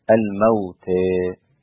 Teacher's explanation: كلمة الموتى أمالها حمزة والكسائي وخلف، وقللها أبو عمرو وورش والباقون بالفتح. · Term: الإمالة